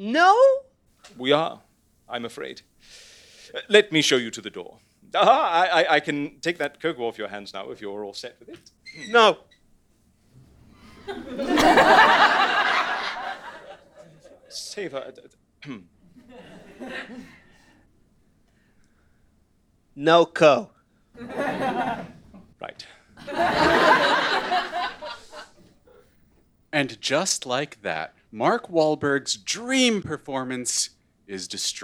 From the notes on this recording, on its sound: LIVE SHOW. This is a crossover episode between The Amelia Project and Greater Boston, recorded live at The London Podcast Festival!